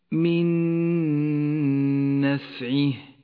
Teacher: والآن الإدغام بغنة وهو إدغام متماثل أيضا في قوله تعالى من نفعه، تدغم النون الأولى بالثانية فتصيران نونا واحدة مشددة لونت بالأخضر لأنها تغن بمقدار حركتين من نفعه.